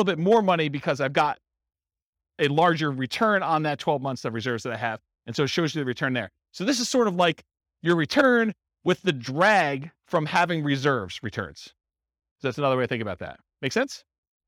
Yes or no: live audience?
yes